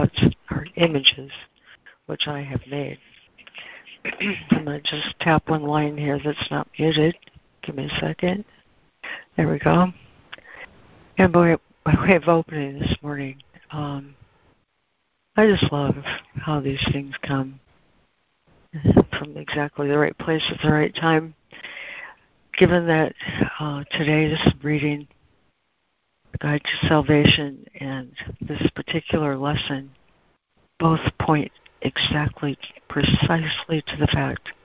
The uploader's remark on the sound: ACIM Daily Conference Call